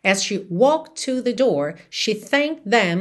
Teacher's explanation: Percebe que tanto walked quanto thanked não ficam claramente ali audíveis no passado, certo? Porque na hora que eu falo sozinhas essas palavras, walked, thanked, você consegue perceber t, t.